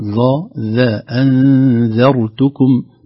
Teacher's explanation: ترقق النون المخفاه وترقق الذال